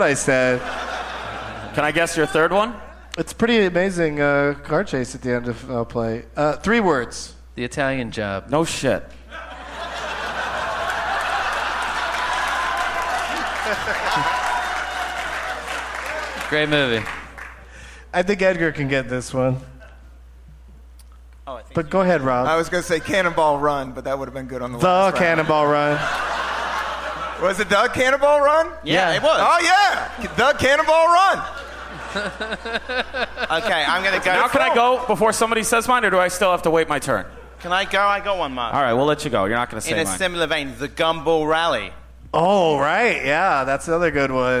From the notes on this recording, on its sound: Live from the Gramercy Theatre in New York City